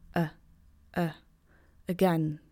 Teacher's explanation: you see letter A in the word again, but letter A here represents schwa